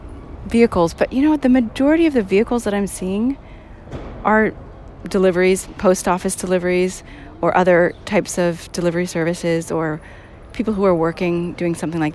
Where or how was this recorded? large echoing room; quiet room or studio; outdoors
outdoors